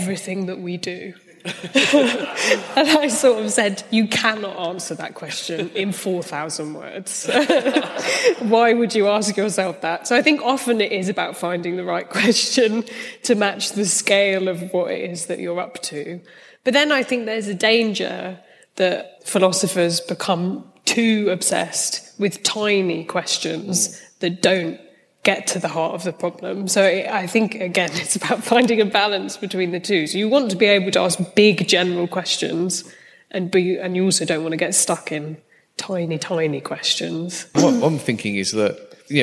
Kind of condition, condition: setting, live audience